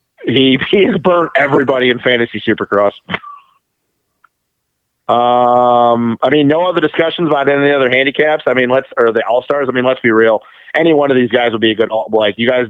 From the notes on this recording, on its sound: get on the phone